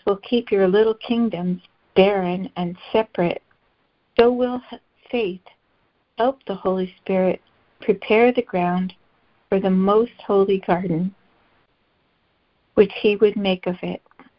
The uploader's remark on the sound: ACIM Daily Conference Call.